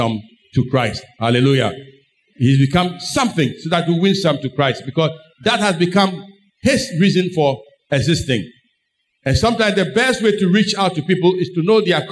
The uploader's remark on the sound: Sermon preached at CBC Adabraka Campus.